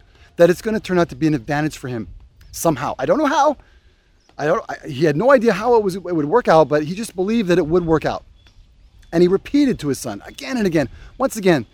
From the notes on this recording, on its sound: Walk and talk